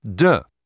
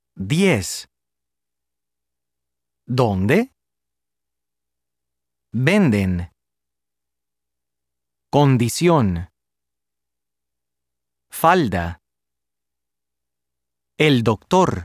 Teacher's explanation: Spanish D has two pronunciations. At the beginning of a phrase or sentence and after N or L, it is pronounced similarly to an English D · Term: stop